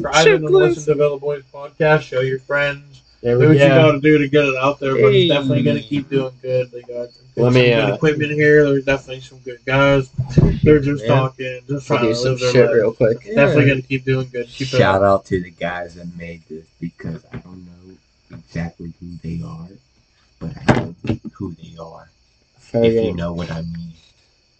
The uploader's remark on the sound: Bad audio quality this episode, sorry. The audio quality for this episode is pretty poor and we apologize for that.